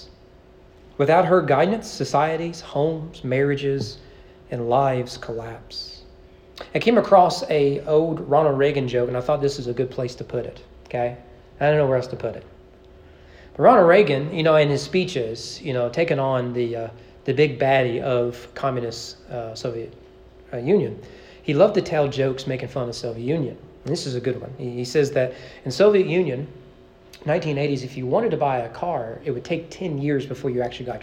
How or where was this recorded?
large echoing room